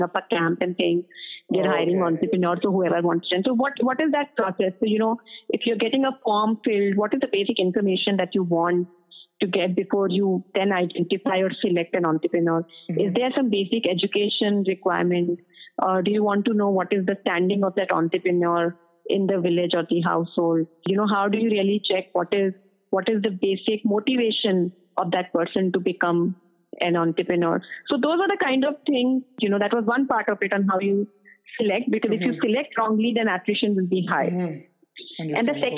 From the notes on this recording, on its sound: This was one of my very first recordings - so the audio quality is not as good as it should be (recorded via phone).